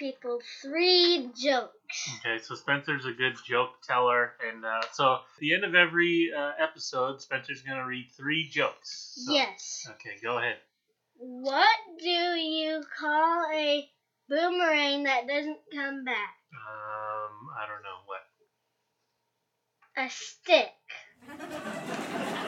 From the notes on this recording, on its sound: While recording our first several episodes we were still figuring things out like recording, which mic to use, and editing so please bear with the sound quality.